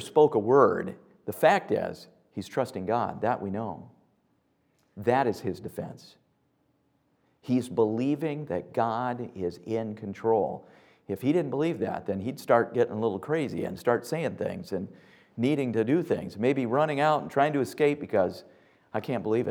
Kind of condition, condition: setting, large echoing room